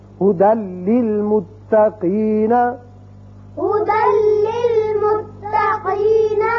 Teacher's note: دال کی ایک زبر لام سے ملے گی اور بغیر غنے کے پڑھا جائے گا · Term: ادغام بغیر غنہ